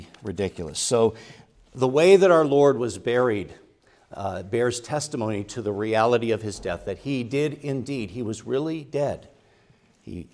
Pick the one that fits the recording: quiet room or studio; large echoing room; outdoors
large echoing room